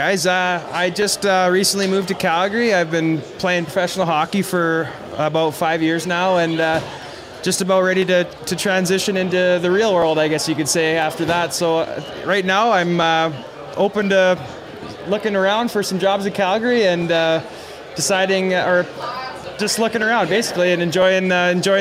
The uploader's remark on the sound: Live at The 7th Annual NCSG & Blackfish Enterprises Networking Event at The 2023 Calgary Stampede.